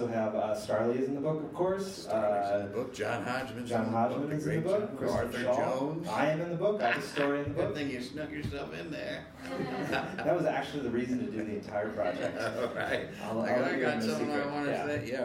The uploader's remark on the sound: A Gowanus-heavy evening in this live taping.